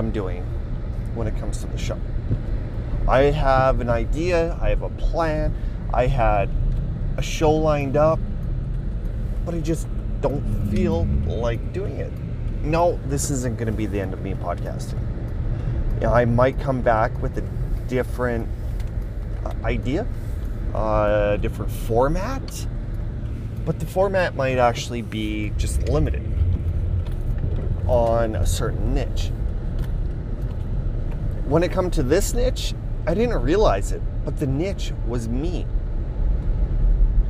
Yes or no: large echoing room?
no